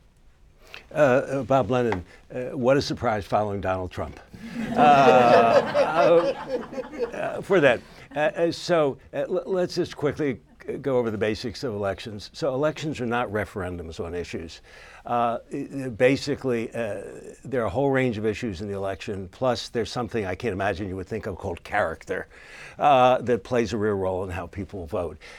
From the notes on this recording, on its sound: In this Forum event, expert panelists discussed the implications of the possible outcomes of the 2016 election. This event was presented in Collaboration with Reuters.